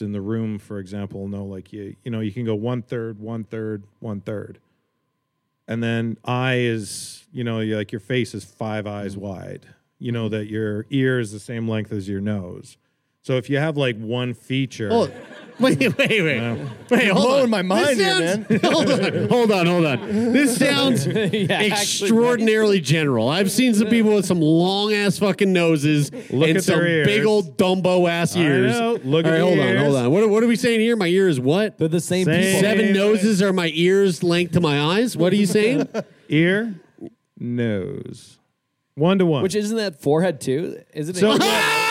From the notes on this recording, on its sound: LIVE from Edmonton. In front of a live studio audience in Edmonton.